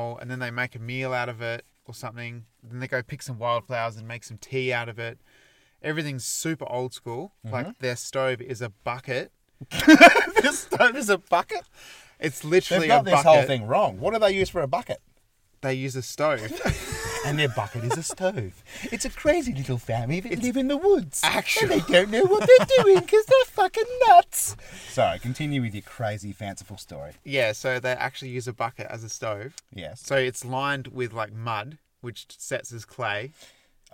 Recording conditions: inside a vehicle